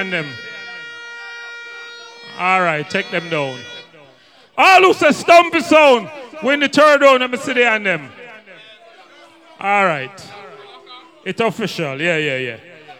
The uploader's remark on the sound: LIVE AUDIO OF THE HIGHLY ANTICIPATED SOUNDCLASH, BLOOD SPORT KILLING THAT TOOK PLACE IN THE BRONX, NY. LIVE AUDIO OF THE HIGHLY ANTICIPATED SOUNDCLASH, BLOOD SPORT KILLING THAT TOOK PLACE IN THE BRONX, NY.